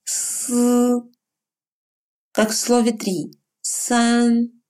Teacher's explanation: похожи на русский «с», только немного напряженнее.